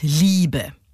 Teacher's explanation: Erstens der Trocheus. Beim Trocheus ist es so, die erste Silbe wird betont, gefolgt von einer unbetonten. Also zum Beispiel beim Wort Liebe.